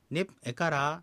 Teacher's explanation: ヤの Y の音を落としてラっていうふうな発音するんですね